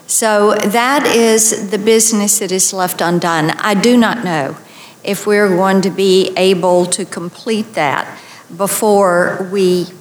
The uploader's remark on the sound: Delivered her remarks at the Solidarity with Israel event, organized by the International Leaders Summit and America's Roundtable. On Capitol Hill.